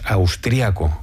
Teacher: Las dos valen, tanto austriaco como austríaco, y lo escribiremos sin tilde en el primer caso y con tilde en la i en el segundo. En España normalmente decimos austriaco, con el acento prosódico en la segunda a, pero en otros países es más habitual austríaco.